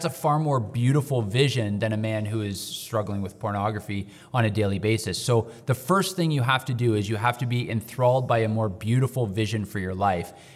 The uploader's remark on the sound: Live from the conference. Record a LIVE episode from the Men of Valor Conference where nearly 300 men gathered at Crossroads Church.